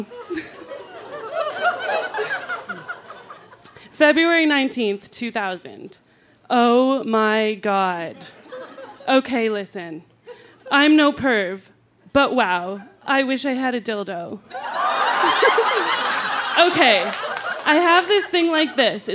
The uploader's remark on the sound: Recorded live at the Tranzac Club in Toronto.